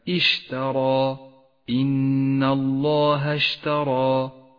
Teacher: تفخم الألف لأنها مسبوقة بحرف مفخم هو الراء · Term: الألف المفخمة